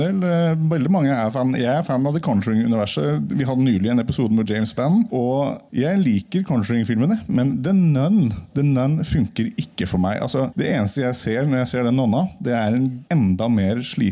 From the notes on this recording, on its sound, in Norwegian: Live fra Ramaskrik. Har vært på Ramaskrikfestivalen i Oppdal og har kjørt på med Filmmagasinets aller første live-podcast!